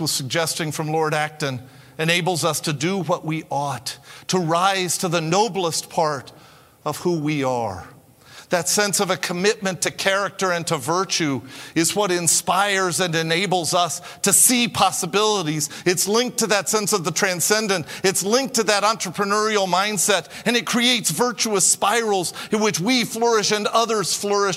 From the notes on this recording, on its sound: In this episode, we bring you a plenary address. Featured at Acton University, 2022.